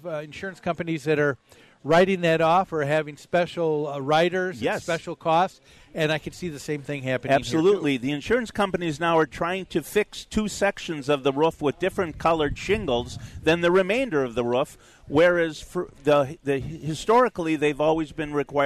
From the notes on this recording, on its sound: Live from the MN State Fair